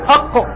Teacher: هذه القوة في القاف تجعله لا يمكن أن يقف اللسان عنده، إذا قلت أق من قوة الحرف يضطرب المخرج بعد النطق به، تقول أق، هذا يسمى قلقلة.